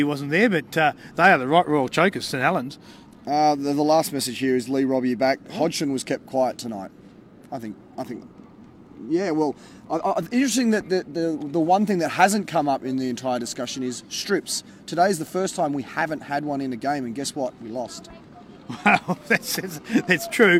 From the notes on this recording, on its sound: on location at Canberra Stadium, right after the game